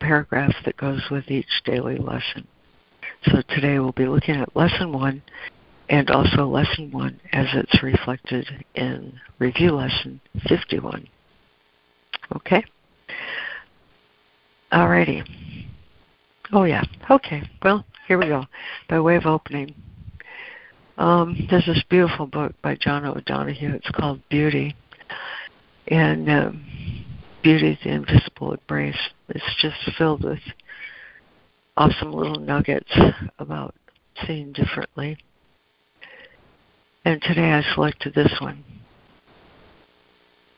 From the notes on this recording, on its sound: ACIM Daily Conference Call.